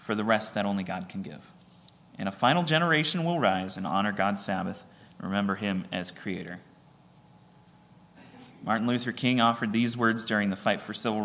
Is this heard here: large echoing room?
yes